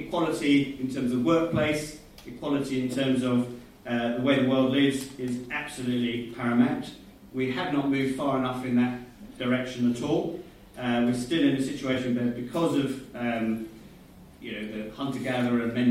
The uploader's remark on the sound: Sound quality below normal, was recorded from alternative source.